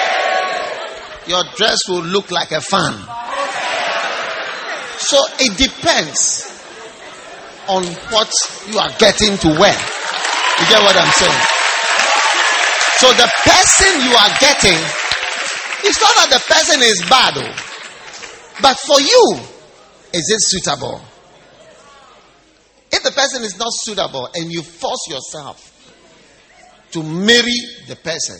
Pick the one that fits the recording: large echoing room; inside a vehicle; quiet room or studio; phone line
large echoing room